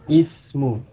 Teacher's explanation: Di awal kalimat, maka hamzahnya diucapkan. Ismu. Dengan kasrah, ismu.